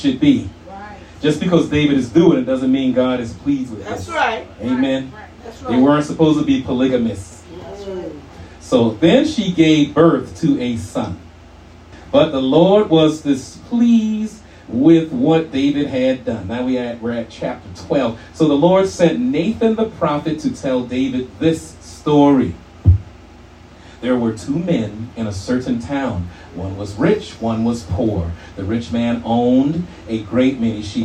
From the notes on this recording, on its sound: shared this message live at RACC on 9/24/23.